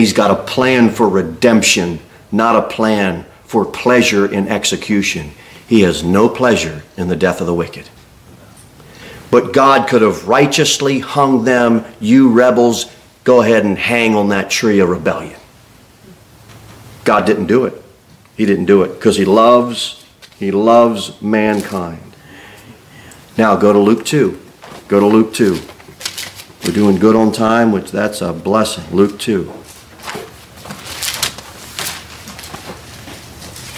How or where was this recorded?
large echoing room